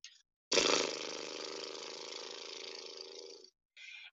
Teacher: No, it's absolutely a trill. the technical term would be an unvoiced bilabial trill